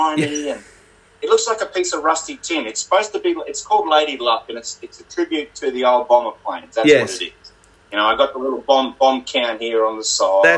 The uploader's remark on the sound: Please excuse the very ordinary recording of this episode. I am struggling with a mixture of ageing tech Vs new tech and a total lack of skill. We are working to find an affordable and easy mixer to use for recording the podcasts.